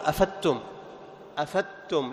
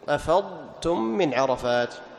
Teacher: تظهر الضاد ثم تأتي بالتاء · Shown in: second take · أفضتم من عرفات. · Term: الإظهار